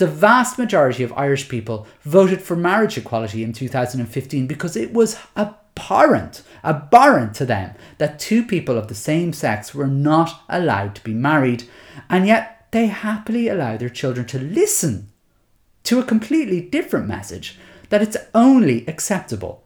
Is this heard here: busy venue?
no